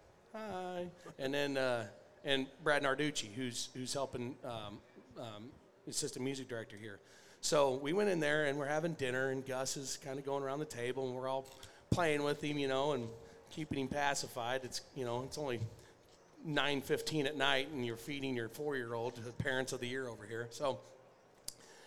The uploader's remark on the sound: RümpChät Live 2023 - NFR Edition 4